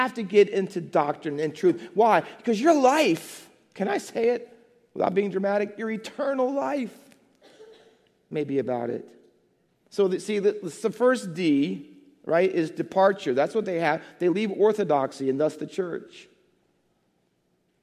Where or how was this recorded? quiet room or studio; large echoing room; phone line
large echoing room